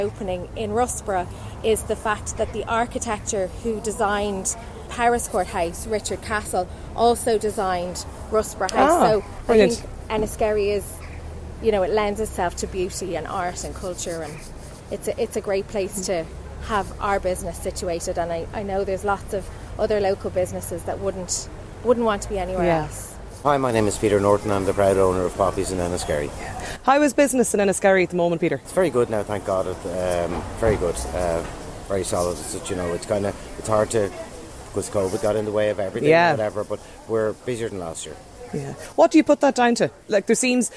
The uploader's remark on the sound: As part of Newstalks Summer Tour, Lunchtime Live was LIVE from the picturesque village of Enniskerry, nestled in the Wicklow mountains.